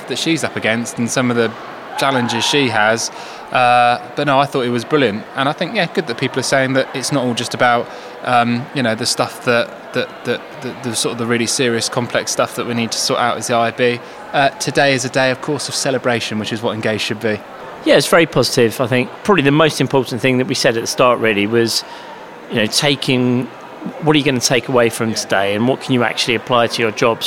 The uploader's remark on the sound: At IAB UK’s Engage. Recorded on-site at the Barbican.